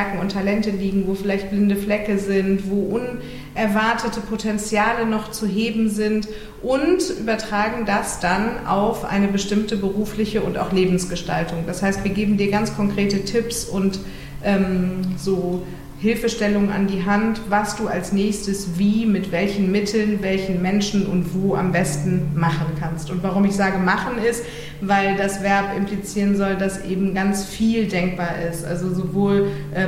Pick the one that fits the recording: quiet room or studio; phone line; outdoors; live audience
live audience